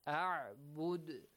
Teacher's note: You stop here. The dhamma on the top of dal is changed to a sukun. The qalqala is applied with a normal level.